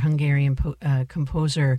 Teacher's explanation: Hungarian names always have that emphasis on the first syllable